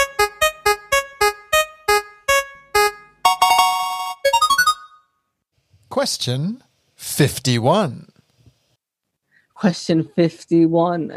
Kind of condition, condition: link, video call